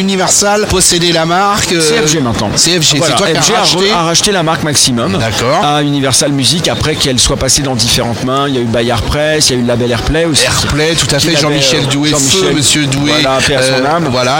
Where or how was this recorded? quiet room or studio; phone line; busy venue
busy venue